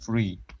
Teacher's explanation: the DH sound become like the F sound